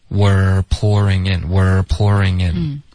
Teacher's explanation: Were 的这个持续稍微长一点然后卷舌